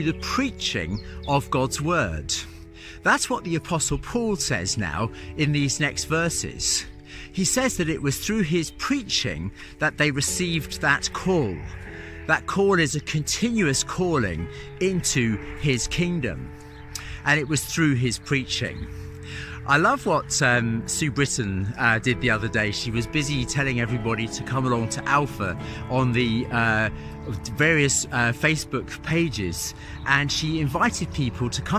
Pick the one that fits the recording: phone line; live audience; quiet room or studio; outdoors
outdoors